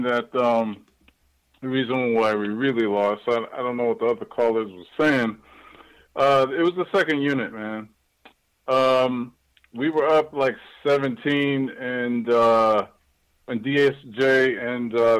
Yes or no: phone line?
yes